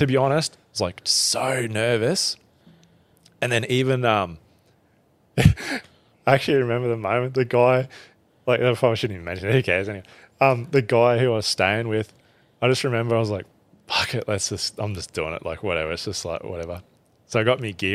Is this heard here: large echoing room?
no